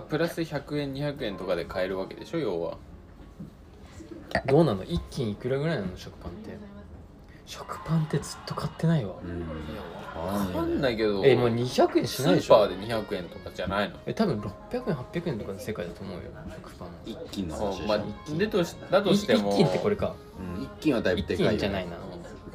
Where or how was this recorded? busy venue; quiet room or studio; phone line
busy venue